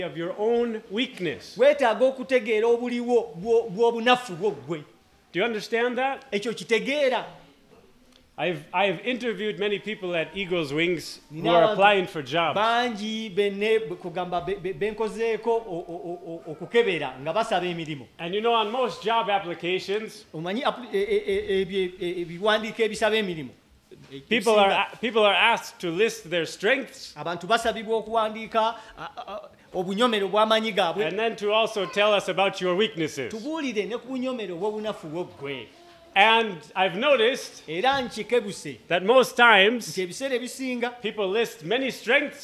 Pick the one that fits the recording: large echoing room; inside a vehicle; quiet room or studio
large echoing room